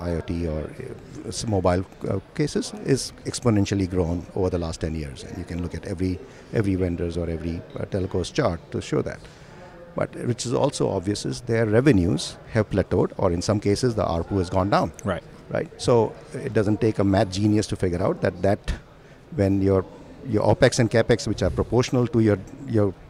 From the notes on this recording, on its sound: In this episode recording at the Broadband World Forum 2019.